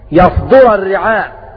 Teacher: بفتح الياء وضم الدال